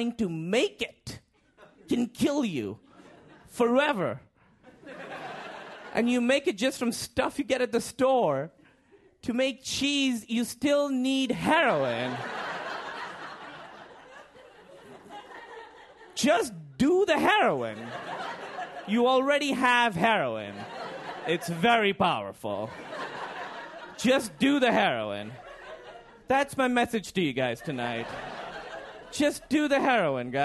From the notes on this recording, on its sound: Live comedy from our shows in Philadelphia and New York City.